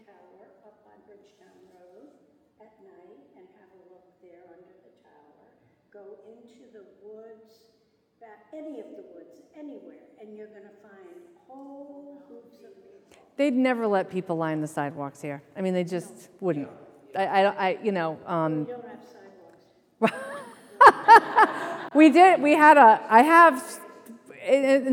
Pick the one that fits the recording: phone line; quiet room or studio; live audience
live audience